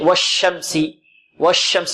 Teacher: الشين هنا فيها تفشي · Term: التفشي